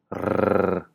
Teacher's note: si sostenemos la vibración un poco más, rrr, obtenemos una R geminada o doble, un sonido que usan el finlandés, el árabe, el hindi y el urdu.